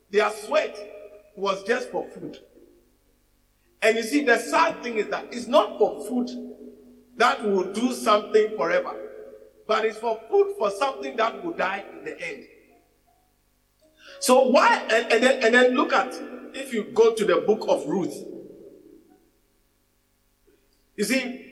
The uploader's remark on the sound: message preached at the Living Waters Cathedral